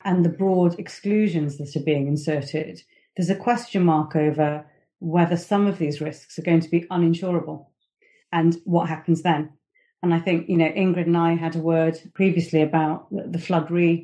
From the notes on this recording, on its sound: a recording of a virtual panel discussion hosted by Fountain Court in July 2021